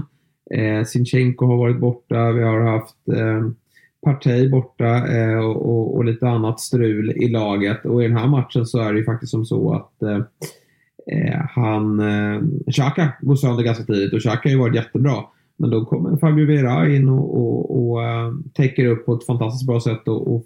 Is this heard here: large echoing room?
no